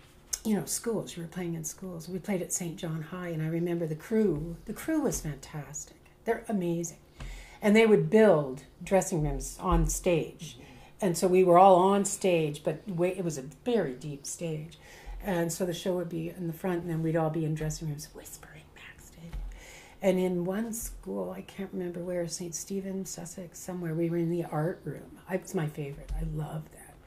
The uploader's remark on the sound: If you listen closely you can hear the clanking of dishes and the sounds of food being served and enjoyed!